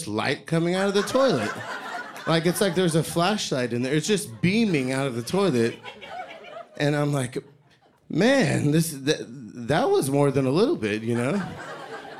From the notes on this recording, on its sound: The second installment of the Worth Repeating live event features the last of the stories with the theme, Elevated.